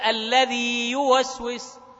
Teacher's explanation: فلا بد من النطق بحرف المد، الياء الساكنة هذه حرف مد، ثم نأتي بالحرف الياء المتحرك، لأنه إذا أسرعنا في القراءة أدغمنا الأول في الثاني، ولذلك رغم أنه من أنواع المد الطبيعي إلا أنهم تكلموا عنه في مد التمكين، قالوا أيش هذا؟